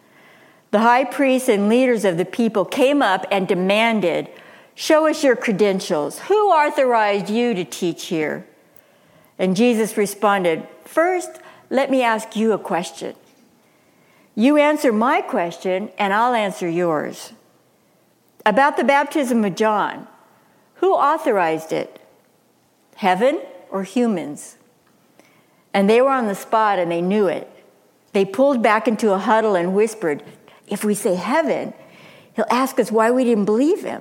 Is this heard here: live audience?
yes